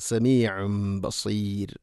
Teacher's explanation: സമീഉൻ ഐന് തൊണ്ടയുടെ മധ്യഭാഗം മഖ്റജ്, സമീഉം ബസീർ എന്ന് ഓതിപ്പോകരുത്. സമീഉം തൻവീന് ശേഷം ബ തൻവീനിനെ മീമാക്കി മാറ്റി ഉച്ചരിക്കണം. ഇഖ്ലാബ് എന്ന് നമ്മൾ പഠിച്ചിട്ടുണ്ട്, സമീഉം ബസീർ.